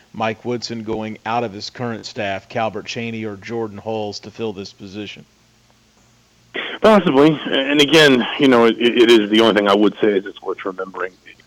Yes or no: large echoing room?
no